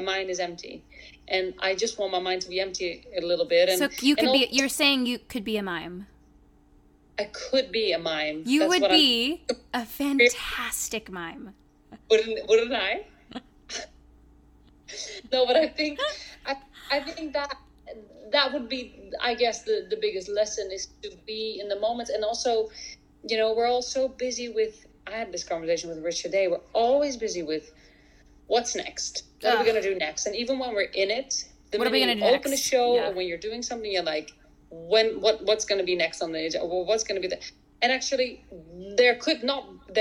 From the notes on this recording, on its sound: From London to NYC, this episode marks the first podcast over FaceTime, so sorry for any audio imperfections.